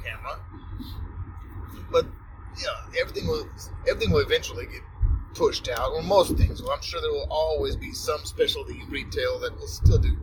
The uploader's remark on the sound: it was, in fact, recorded in the car